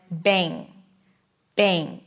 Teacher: Instead, when there is an M in the spelling, the vowel before becomes nasal, that means the air comes out through the nose, and the M is not really an M, it's pronounced as N or NG.